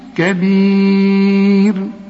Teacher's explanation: الراء اللي قبلها ياء عند الوقف رقق